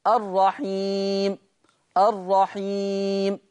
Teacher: بعد الياء المادية جاء حرف واحد كان متحرك في حال الوصل وساكن حال الوقف، هذا هو المد العارض للسكون.